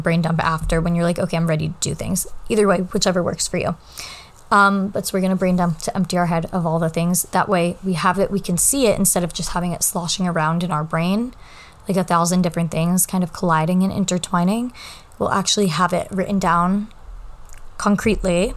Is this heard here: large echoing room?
no